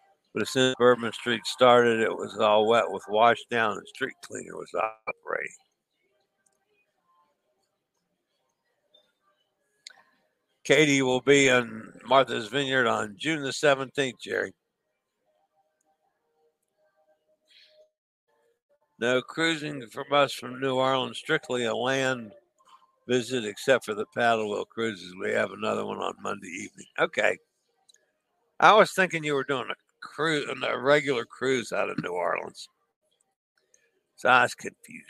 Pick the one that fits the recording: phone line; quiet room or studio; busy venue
busy venue